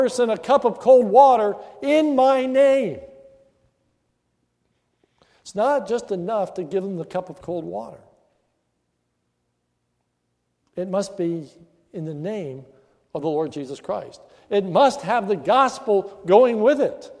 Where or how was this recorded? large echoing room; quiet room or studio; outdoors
large echoing room